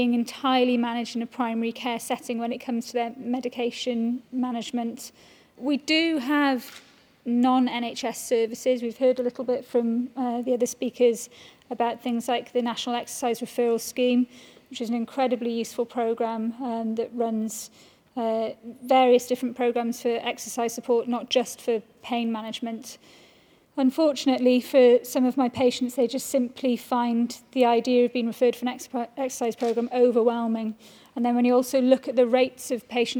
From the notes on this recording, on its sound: The Chronic Pain Policy Coalition brought together some of Wales’s leading pain experts at the home of the Welsh parliament (or Senedd Cymru) in Cardiff. Recorded live at the event. Where clinicians, academics, policy-makers and people living with pain came together.